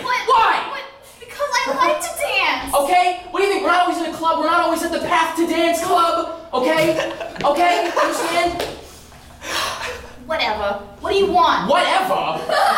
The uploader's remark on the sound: Repeat the scene in various genres selected by the audience. Pity Applause performs live improv comedy every other Friday in NYC!